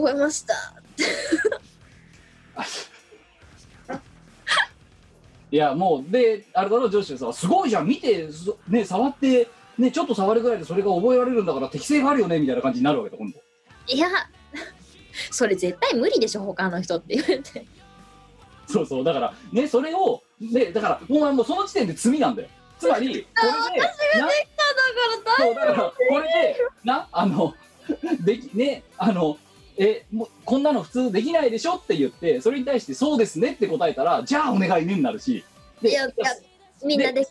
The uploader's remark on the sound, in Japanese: 本番組はリモート収録です。収録時環境の影響により、聴き取り辛い部分があります。